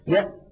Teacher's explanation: مهما ضغط فإن مخرج الهمزة قد انقفل انقفالا تاما غير قابل، غير قابل. · Term: الشدة